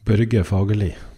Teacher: the vowels are a little bit briefer